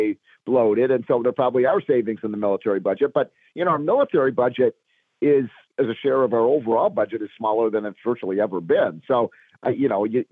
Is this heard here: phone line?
yes